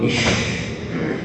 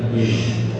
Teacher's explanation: والتفشي لغة هو الانتشار والاتساع والانبثاث، واصطلاحا هو كثرة انتشار وخروج الريح بين اللسان والحنك الأعلى عند النطق بحرف الشين · Shown in: first take